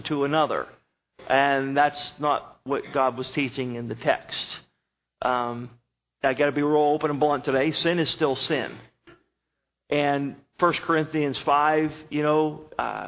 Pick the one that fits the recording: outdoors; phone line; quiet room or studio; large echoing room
large echoing room